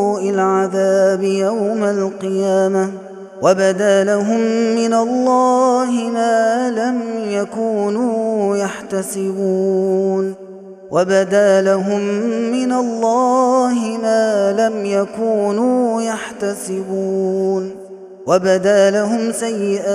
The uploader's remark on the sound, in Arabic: هذا التسجيل من صلاة التراويح